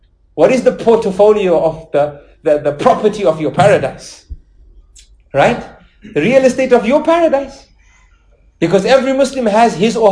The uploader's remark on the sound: lecture presented at the Melbourne Madeenah in Melbourne Australia